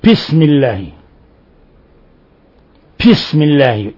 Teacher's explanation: المبالغة في تحقيق شدة الباء، فترى بعضهم يقرأ بسم الله، بسم الله كأنها باء وليس باء، أو أنه يشددها يقول بسمي، وكل هذا ليس من القراءة الصحيحة في شيء.